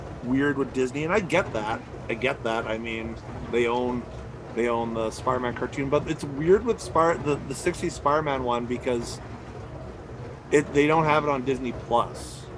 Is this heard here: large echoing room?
no